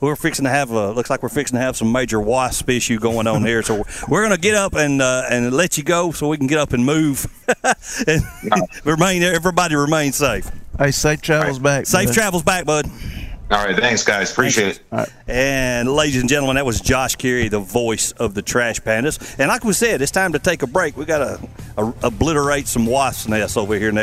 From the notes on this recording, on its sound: Live at the Elkmont Car Show